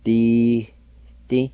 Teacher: right between the two D-I's, there's kind of a faint H sound